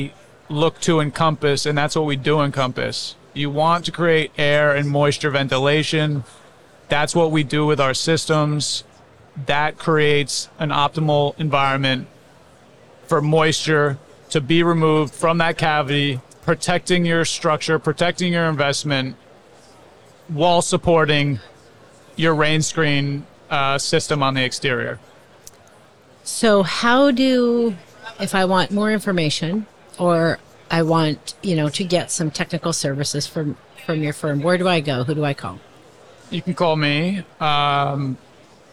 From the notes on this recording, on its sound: LIVE from A'23. We share a conversation from our live podcasting event at the 2023 AIA Conference on Architecture in San Francisco, California.